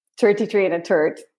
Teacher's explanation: one of the most prominent features of the Irish accent is that we don't say the TH sound